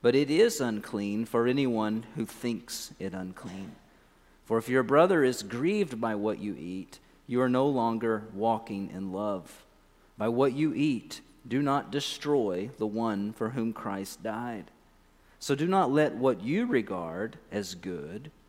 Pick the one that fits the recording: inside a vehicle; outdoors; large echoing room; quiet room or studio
large echoing room